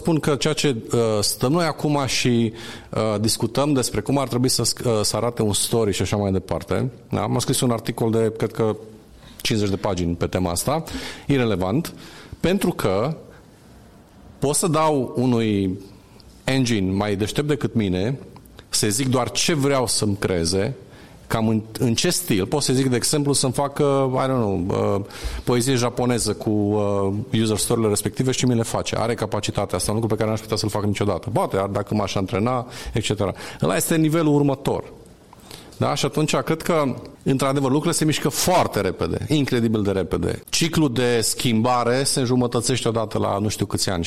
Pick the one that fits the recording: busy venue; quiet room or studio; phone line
busy venue